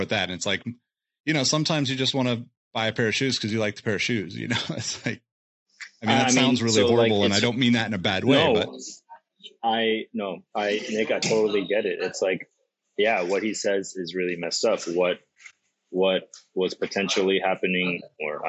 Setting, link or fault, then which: link, video call